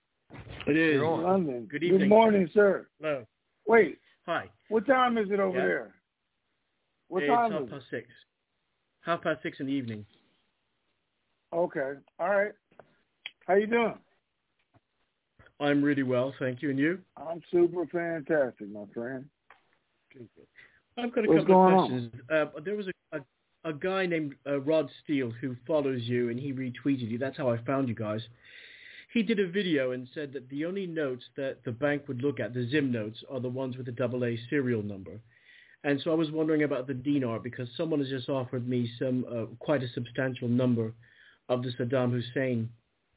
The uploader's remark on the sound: TNTSuperfantastic Conference Call.